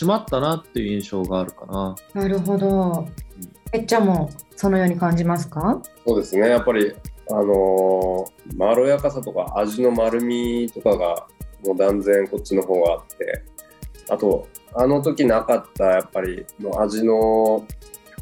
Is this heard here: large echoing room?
no